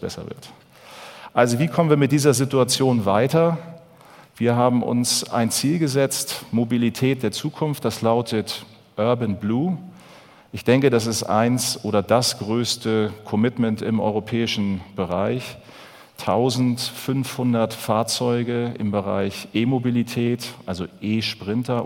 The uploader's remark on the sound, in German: in seinem Vortrag auf dem auto motor und sport Kongress 2019